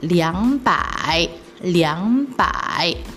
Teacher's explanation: Karena liang dan pai kedua aksarahan ini memiliki nada tiga. Jadi nada tiga yang pertama kita bisa mengubah menjadi nada kedua.